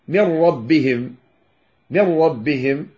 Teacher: لم يعد هناك وجود للنون لأن أدغمت في الراء